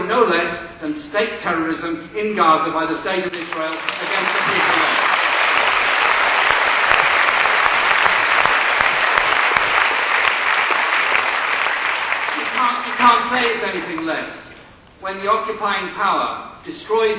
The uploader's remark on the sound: speech to 1500 people at the Stop the War meeting held at Friends Meeting House, Euston, London, Monday July 17th 2006